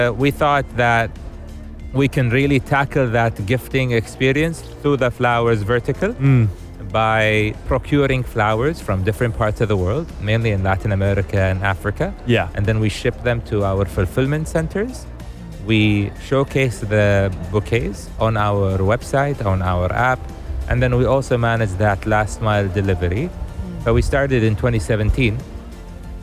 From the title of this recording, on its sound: Live from SEF 2024